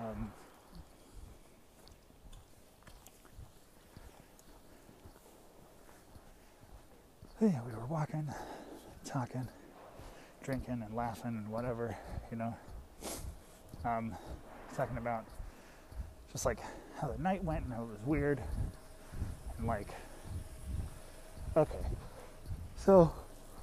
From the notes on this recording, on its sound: Walking back from the theatre, as I do.